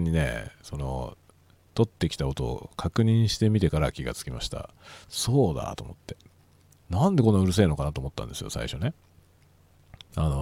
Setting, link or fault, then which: setting, inside a vehicle